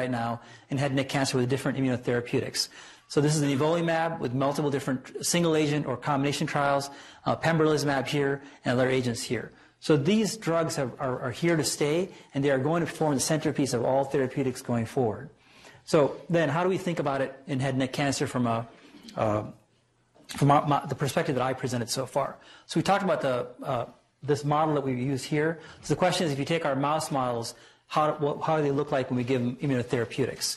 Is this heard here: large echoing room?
yes